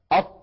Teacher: نجد بأن قطعة من اللسان قد انطبقت على غار الحنك الأعلى · Term: الإطباق